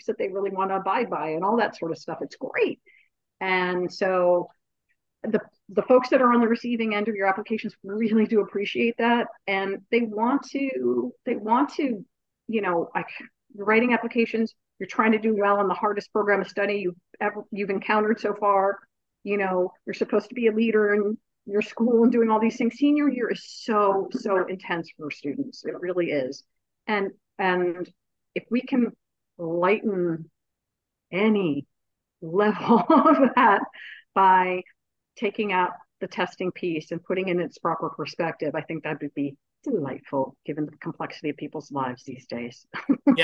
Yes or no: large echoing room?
no